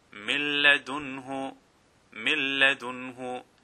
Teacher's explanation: And again, if you break it down, the actual word is min ladunhu. The noon sakin is followed by lam, so you read it milladunhu, and you don't make ghunna, meaning you don't stretch it. · Term: idgham